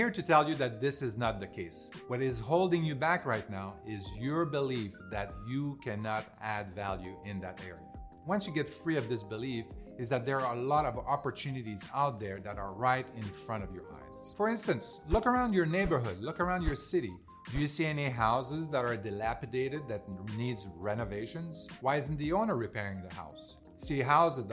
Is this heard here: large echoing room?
no